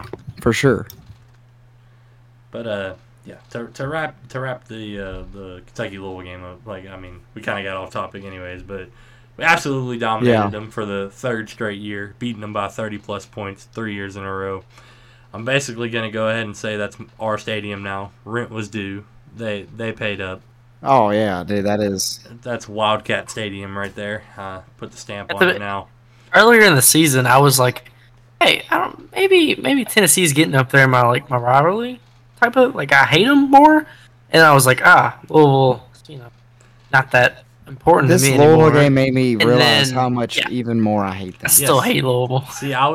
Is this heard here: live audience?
no